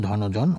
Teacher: আমরা যখন যুক্তভাবে উচ্চারণ করেছি তখন আমরা ধনের নয়ের উচ্চারণটি ওকারান্ত করেছি। এর কারণ হল যে বাংলায় দুটো পদ একত্র হয়ে যদি সমাস তৈরি করে তাহলে পূর্ব পদের যে অটি থাকে সেটি সাধারণত ওকারান্ত হয়ে যায়।